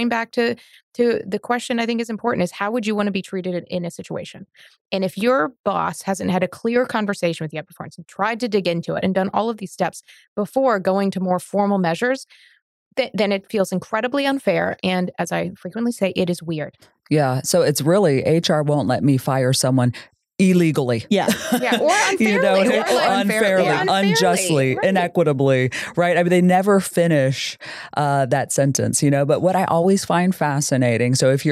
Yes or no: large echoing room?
no